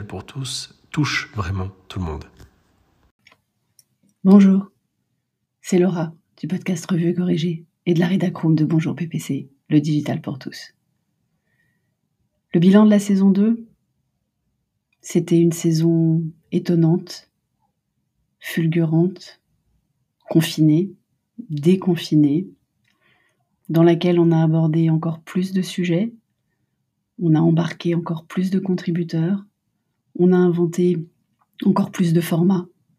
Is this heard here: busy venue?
no